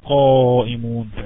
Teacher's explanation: حرف القاف قائمون اعلى درجه التفخيم. ليه؟ لانه مفتوح وبعده الف